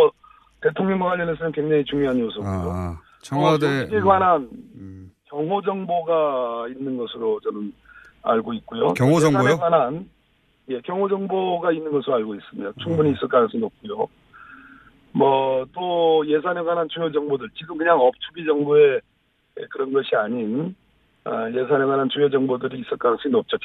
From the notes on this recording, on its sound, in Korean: 릴레이 전화연결